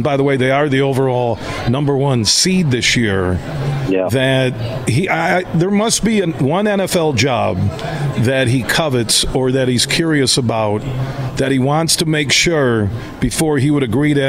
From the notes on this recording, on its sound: We're broadcasting live from Helen DeVos Children's Hospital in downtown Grand Rapids as iHeart West Michigan has their 24th Annual Radiothon.